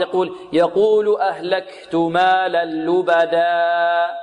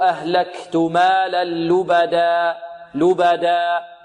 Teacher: هنا نقف عليها، الألف بمقدار كم؟ حركتين. · Shown in: second take